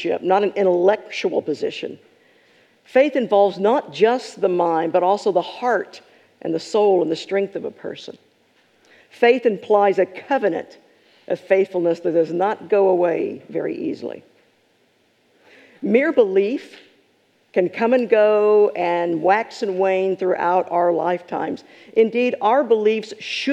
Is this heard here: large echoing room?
yes